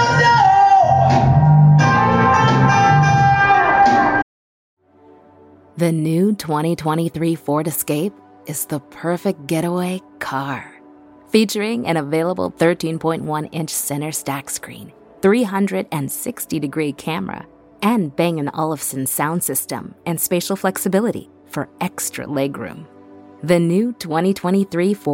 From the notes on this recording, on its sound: live from Feinstein's/54 Below press day